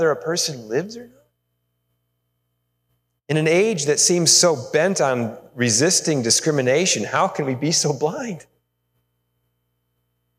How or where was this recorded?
large echoing room